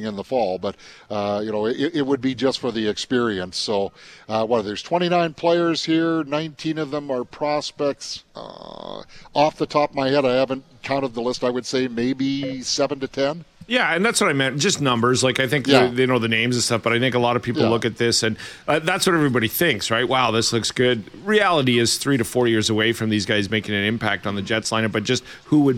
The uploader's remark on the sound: LIVE at Jets Development Camp